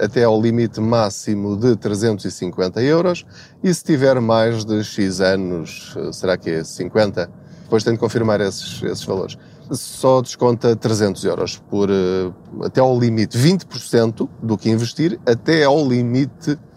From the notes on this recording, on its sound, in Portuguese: Não ligue aos barulhos da viagem.